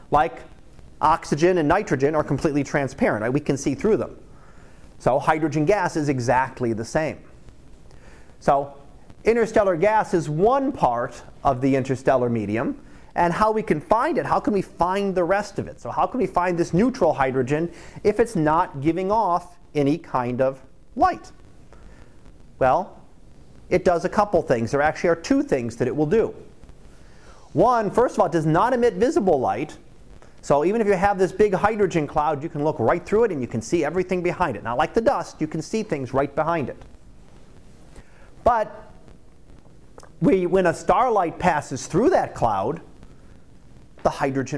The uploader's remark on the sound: Live Class Lecture 2018 Oct 18